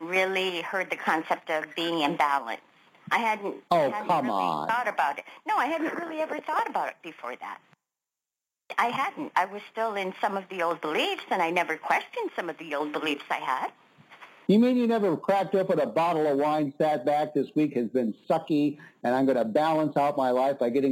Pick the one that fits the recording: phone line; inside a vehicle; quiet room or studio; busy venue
phone line